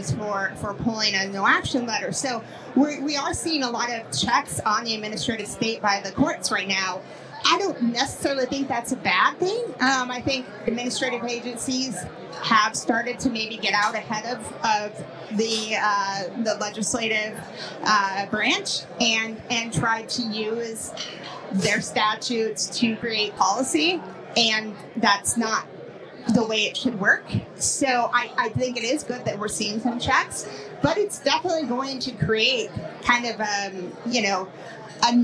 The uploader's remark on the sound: At CoinDesk's State of Crypto event in Washington, DC. In this special live episode of "Money Reimagined,".